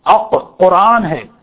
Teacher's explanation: زبان کی جڑ اور تالو، قاف یہاں سے نکلے. اق قرآن ہے، قرآن نہیں ہے، اق قرآن ہے، زبان کی جڑ لگے تالو پر.